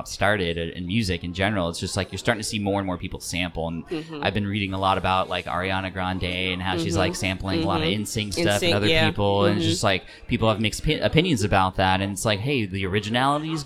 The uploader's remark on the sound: This episode was recorded live at Podfest 2019 in Orlando, Florida. This three-day epic event.